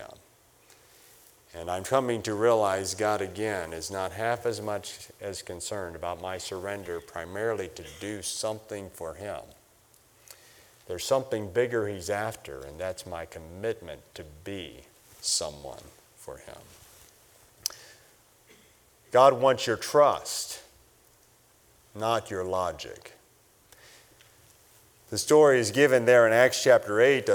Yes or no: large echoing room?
yes